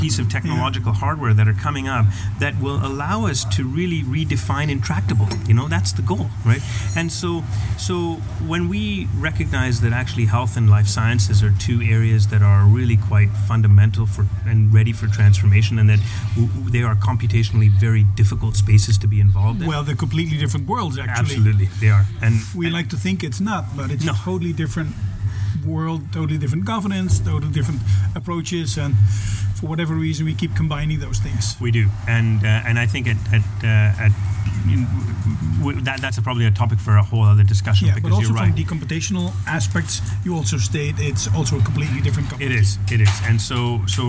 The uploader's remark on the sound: 40 degrees celsius, sitting outside. In an awesome coffee-bar in Scheveningen (The Hague).